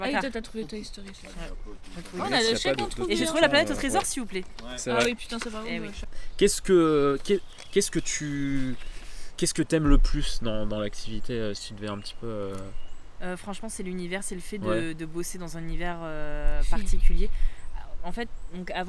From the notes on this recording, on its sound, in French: (ASMR Jardin). L'équipe s'excuse pour les bruitages de vents mais se félicite également pour cet ASMR Jardin qu'elle vous offre.